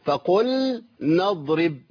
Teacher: فقل نضرب لابد من اللام، اظهار اللام حتى لا تضغم وتضيع منك